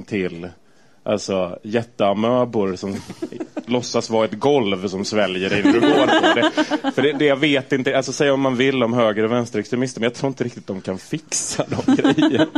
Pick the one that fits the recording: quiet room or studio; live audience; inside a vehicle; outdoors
live audience